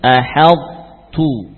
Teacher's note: to yang qalqalah tadi harus diidghamkan ke ta dengan menyisakan sifat isti'la atau tafkhim. · Term: idgham naqis